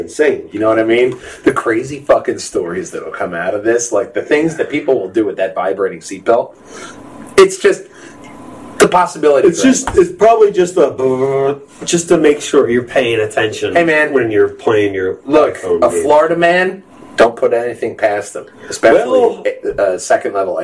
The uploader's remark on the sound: slight audio issues